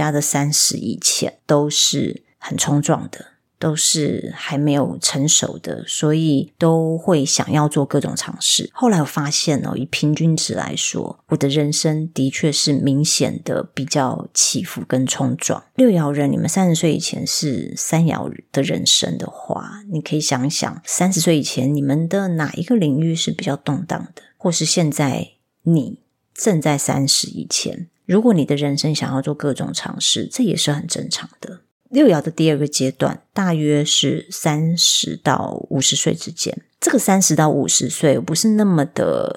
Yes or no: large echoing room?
no